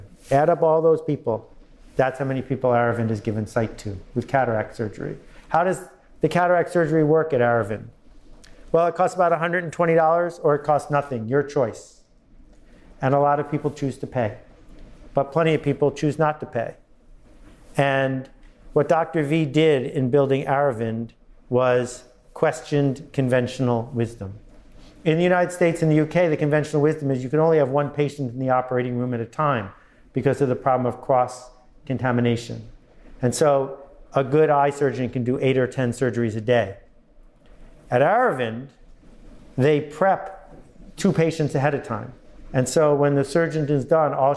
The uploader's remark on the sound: Live at the United Nations